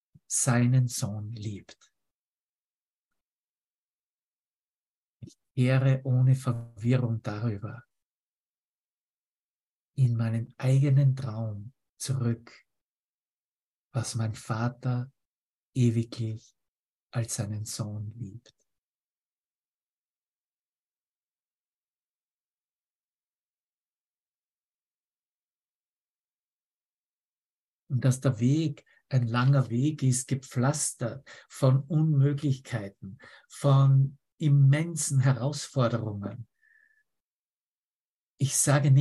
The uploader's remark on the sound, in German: Zoom-Session. Veranstaltet von der Aleph Akademie.